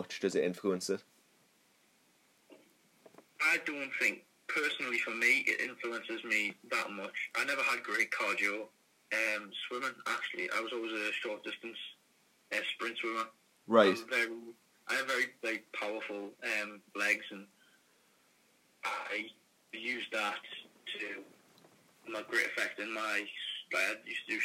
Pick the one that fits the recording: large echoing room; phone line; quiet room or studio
phone line